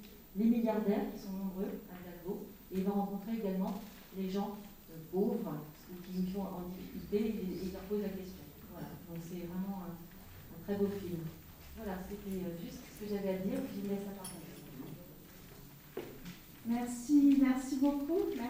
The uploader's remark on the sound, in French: Table-ronde en public